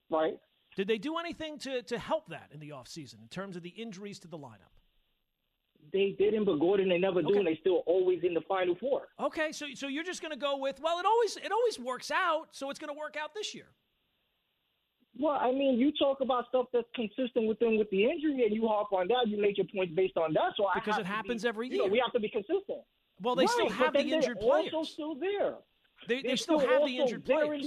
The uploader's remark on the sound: He goes to the phones to talk with Yankee fans.